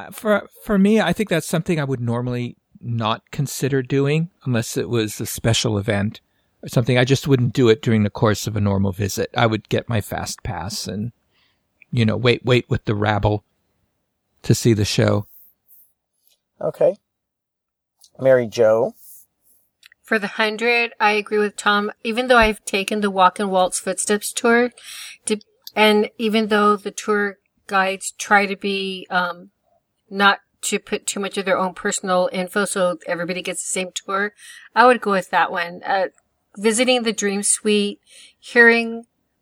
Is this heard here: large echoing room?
no